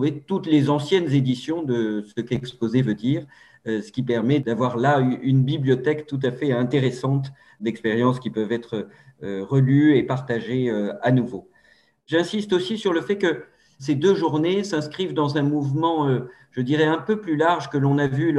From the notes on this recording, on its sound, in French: Enregistré le 8 avril 2021 sur Zoom.